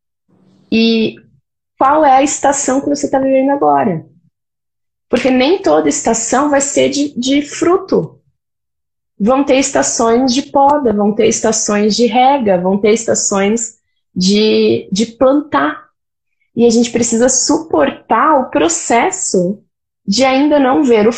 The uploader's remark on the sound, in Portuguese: uma live no seu Instagram regada a café